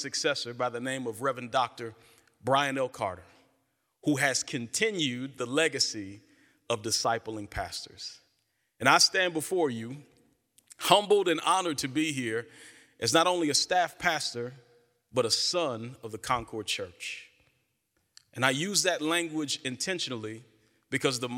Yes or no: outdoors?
no